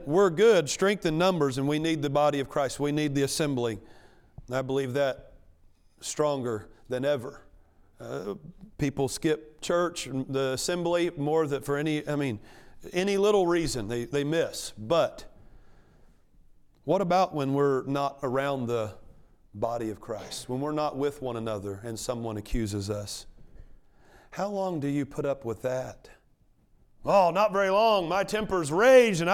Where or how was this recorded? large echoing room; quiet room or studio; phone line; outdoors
large echoing room